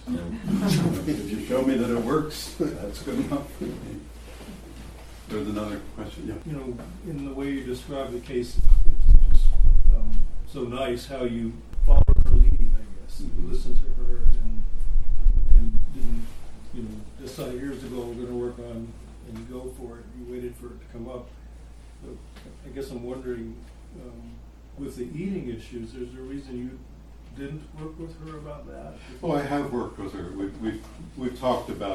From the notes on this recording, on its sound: Following the case presentation you’ll hear the audience discussion.